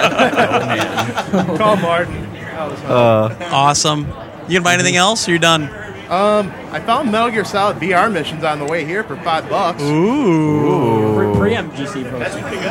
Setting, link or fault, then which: setting, busy venue